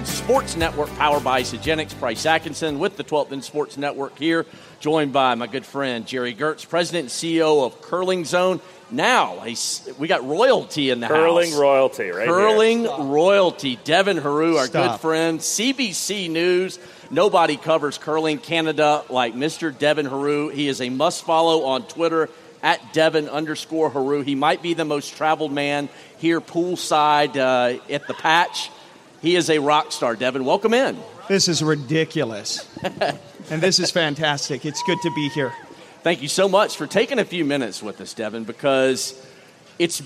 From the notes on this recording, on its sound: Poolside from the Patch. Broadcasting and recording today’s podcast before a live audience at the Pool Patch from the World Men’s Curling Championship in Las Vegas!